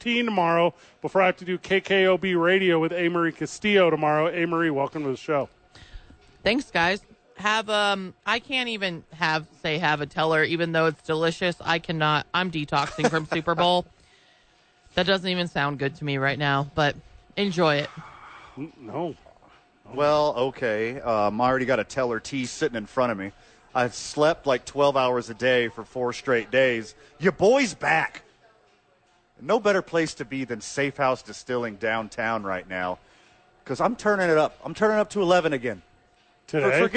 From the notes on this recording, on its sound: live at Safe House